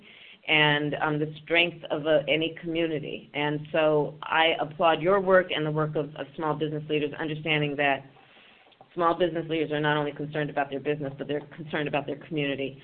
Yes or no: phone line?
yes